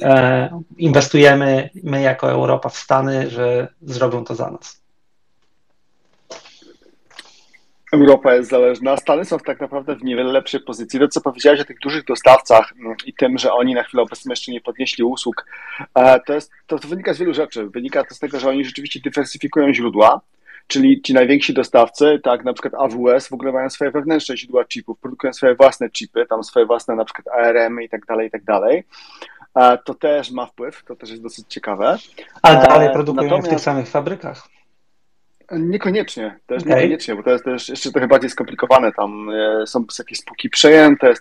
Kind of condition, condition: link, video call